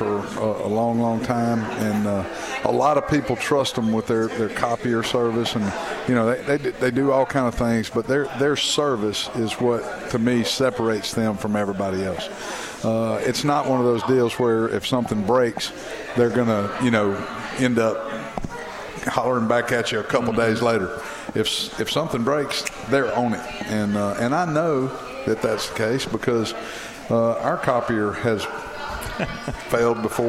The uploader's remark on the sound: with the show being broadcast live from Moes Original Barbecue in Old Cloverdale